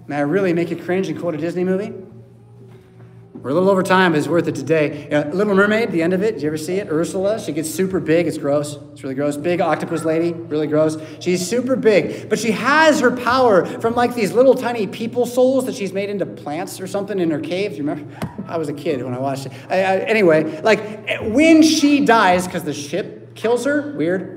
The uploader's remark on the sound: Preached at St Paul Lutheran Church , Rockford, Illinois on Sunday October 1st, 2023.